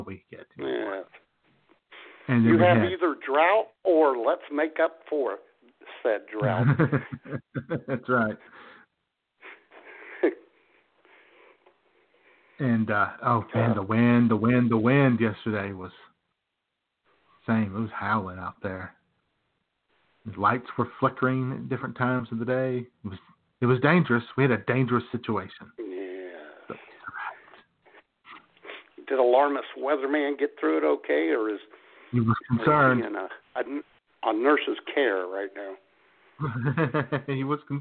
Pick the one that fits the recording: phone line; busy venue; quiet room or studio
phone line